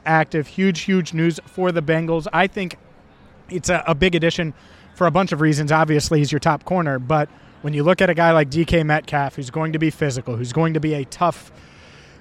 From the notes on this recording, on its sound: The Cincinnati Bengals host the Seattle Seahawks on Sunday afternoon at Paycor Stadium. Live at a special tailgate ahead of the matchup. A special Q&A with Bengals fans.